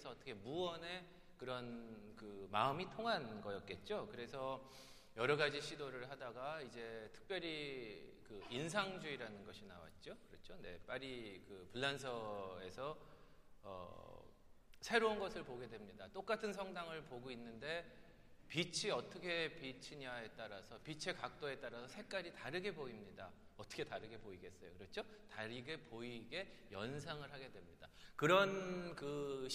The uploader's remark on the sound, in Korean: 토요콘서트 실황